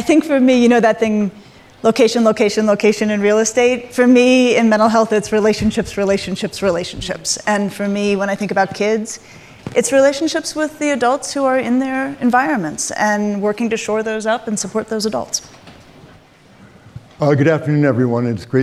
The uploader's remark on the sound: panel discussion at Aspen Ideas